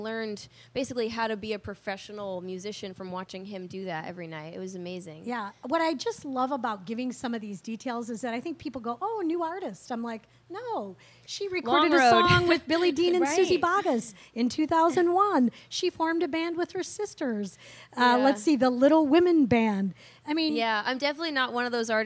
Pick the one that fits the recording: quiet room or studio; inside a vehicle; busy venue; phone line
busy venue